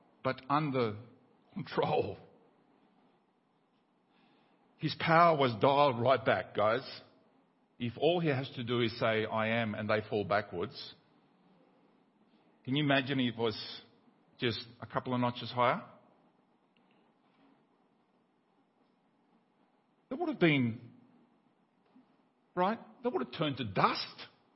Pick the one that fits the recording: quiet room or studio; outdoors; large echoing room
large echoing room